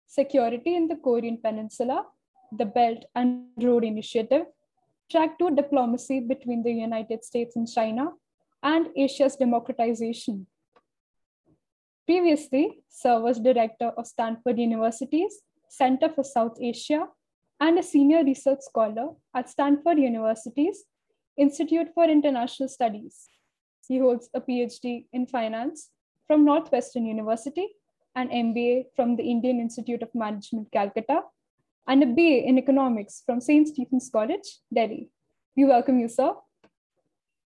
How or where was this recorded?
video call